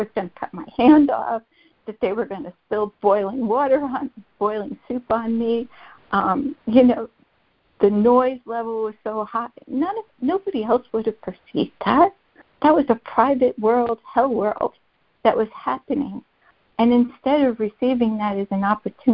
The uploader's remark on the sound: ACIM Daily Conference Call